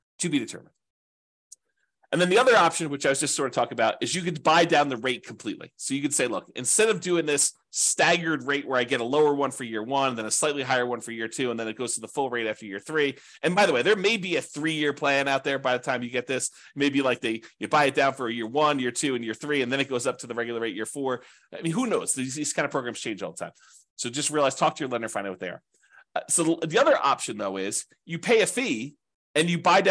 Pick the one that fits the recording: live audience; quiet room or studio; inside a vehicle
quiet room or studio